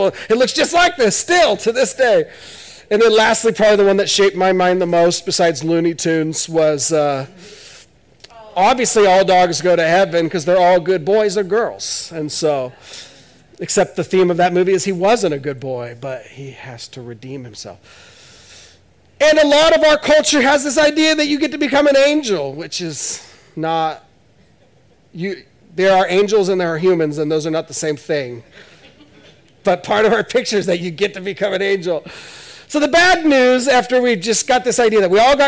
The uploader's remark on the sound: This is audio ripped from the Live Service video.